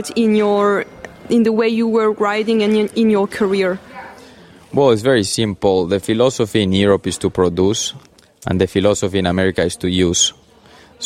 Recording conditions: busy venue